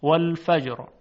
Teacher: اگر فتحه یا ضمه بود تفخیم میکنیم. در اینجا والفجر تفخیم میشه حرف را